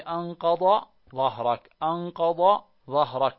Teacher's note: مثل قوله تعالى الذي أنقض ظهرك، أنقض ظهرك، ما تقول أنقض ظهرك، كثير من الناس يخطئ ويجعل يدغم الضاد الأولى في الضاء الثانية، لا، يجب أن تظهر الضاد